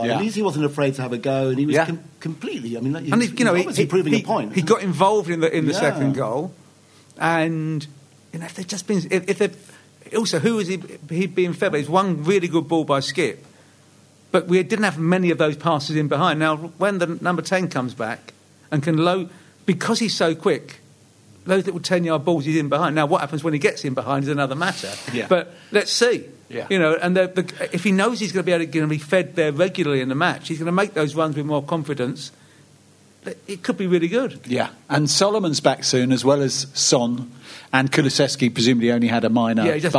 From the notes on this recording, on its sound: another special Live Spurs Show at the Albany in Great Portland Street